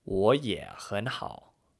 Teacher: So that's a rising tone, a low and flat tone, then another rising tone, and then another low and flat tone.